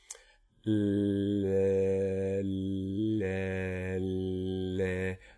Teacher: I'm trying not to move anything else, but you can hear that the vowel quality, when I remove that tongue tip, is more of a front vowel · Term: clear L